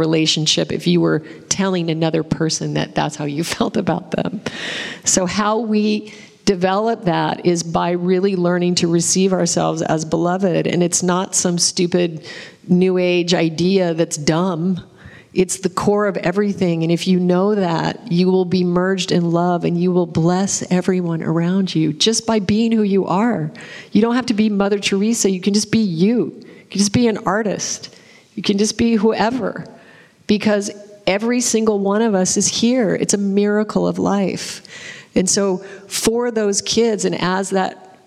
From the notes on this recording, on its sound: Interactive audience Q&A. Excerpted from the first group session conducted during our recent retreat in Italy.